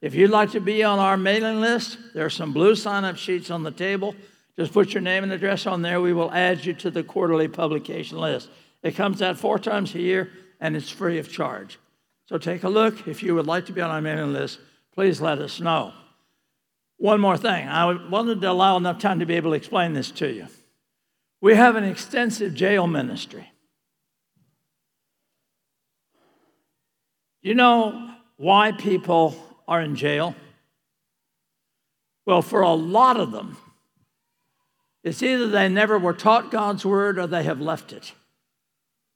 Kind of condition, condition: setting, live audience